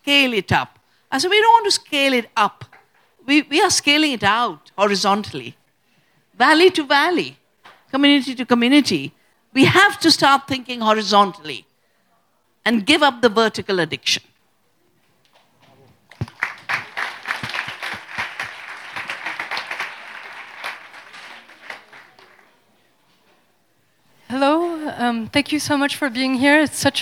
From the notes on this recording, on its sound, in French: Conférence enregistrée en public à la REcyclerie. Enregistrement : le 18 novembre 2023 à la REcyclerie.